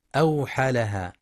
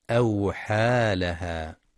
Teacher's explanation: وفي قوله سبحانه: بأن ربك أوحى لها، يخطئ من يقرأ أوحى لها باختلاس الألف بعد الحاء فيقرأ أوحى لها، والصواب إتمام المد الطبيعي بمقدار الألف · Shown in: second take